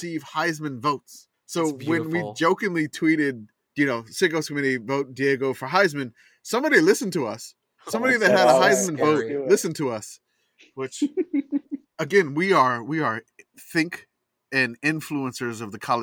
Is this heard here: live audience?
no